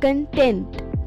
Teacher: Remember, first syllable stress for the noun, second syllable stress for the adjective and verb